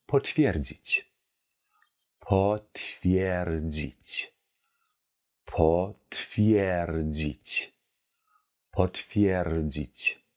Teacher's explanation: ich spreche die Vokale schön deutlich und die Rs rolle ich schön